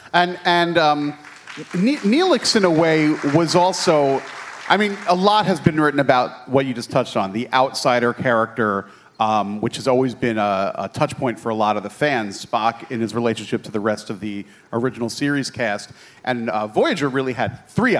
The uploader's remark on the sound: This week we have another episode recorded from Star Trek: The Cruise.